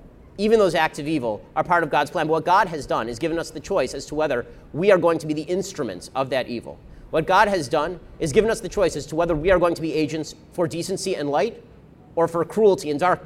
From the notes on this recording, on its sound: We broadcast live from the March for Life